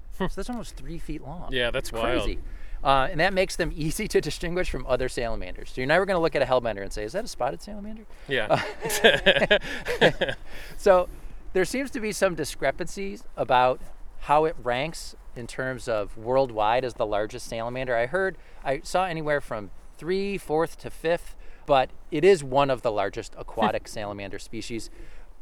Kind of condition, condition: setting, outdoors